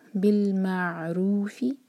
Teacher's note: فتباع بالمعروف عین پر جھٹکا نہ آئے تو عین پر تھوڑا سا ٹائم دیں گے تاکہ عین واضح ہو